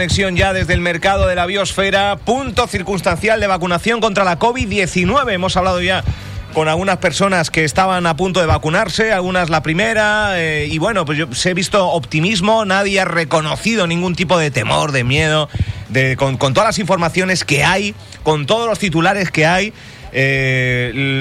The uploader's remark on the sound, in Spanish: Vivimos en directo una jornada de vacunación contra la Covid 19. En directo hasta el punto de vacunación COVID instalado en la nave del Mercado de la Biosfera. Pudo charlar con varios vecinos.